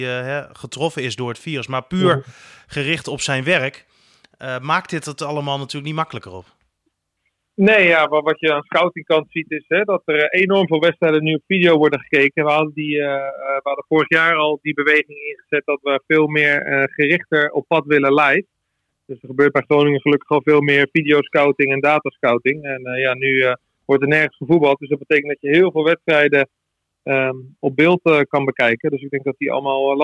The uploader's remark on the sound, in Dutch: Gaat telefonisch in gesprek. Het stadion is leeg.